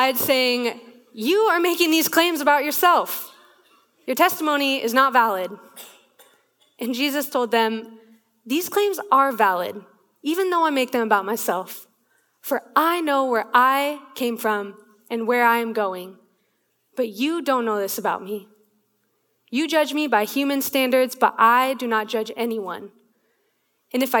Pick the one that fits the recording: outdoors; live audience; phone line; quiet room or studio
live audience